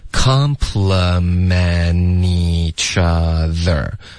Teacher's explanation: complement 的特要彻底的省略 OK 连一个干脆的停顿都不用然后就连读到 each